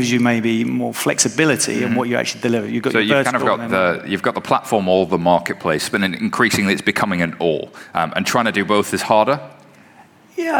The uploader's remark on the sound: We are coming to you live from FusionONE! Today we have a brilliant live show for you.